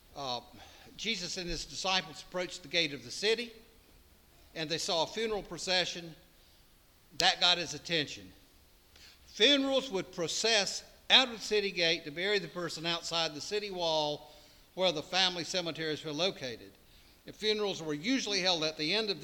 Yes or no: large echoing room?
yes